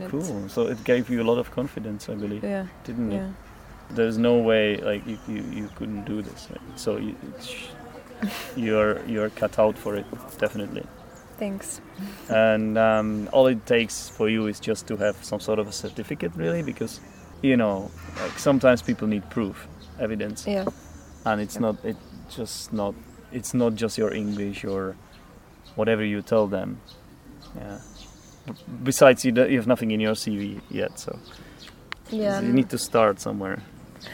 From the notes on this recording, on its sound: This episode was recorded outside by the river.